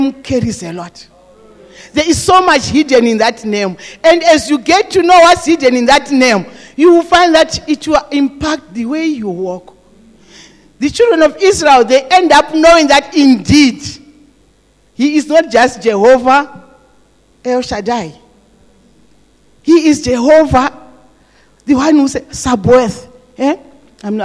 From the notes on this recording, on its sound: This message was preached in the morning at GTCFC City Campus